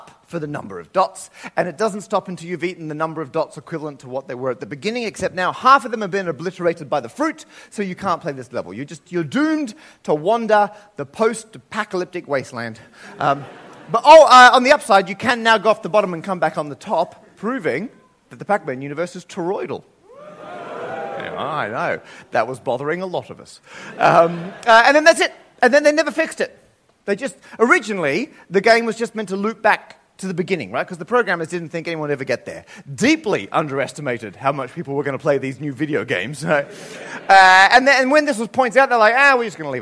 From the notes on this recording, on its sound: the best bits of their recent live shows, performed at London’s Bloomsbury Theatre